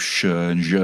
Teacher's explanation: the fricative consonants, the sort of sh and je sounds that you hear of in Polish or Portuguese